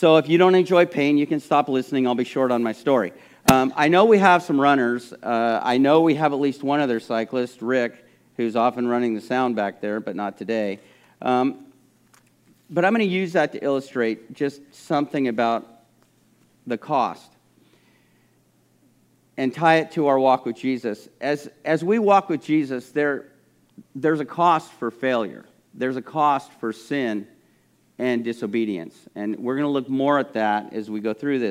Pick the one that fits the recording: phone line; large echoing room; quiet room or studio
large echoing room